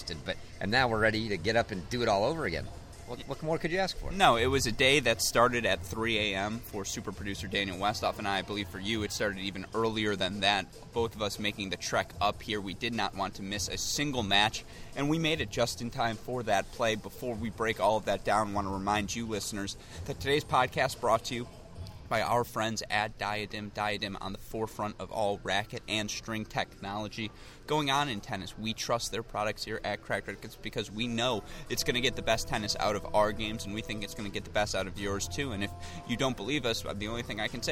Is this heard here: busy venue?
yes